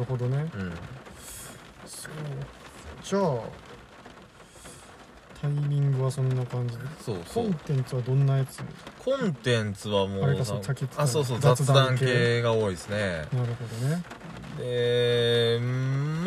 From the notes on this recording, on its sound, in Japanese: 車中収録の為、雨の音が入ってますが…一種のBGMだと思ってお聞きください。雨音ASMR仕様。